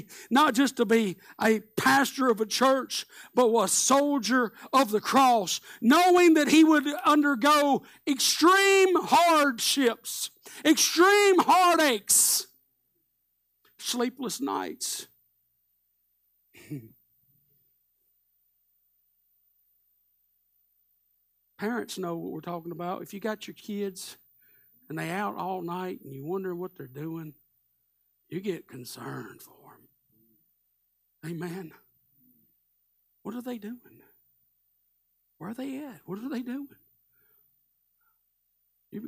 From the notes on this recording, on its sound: Live Sunday Morning Service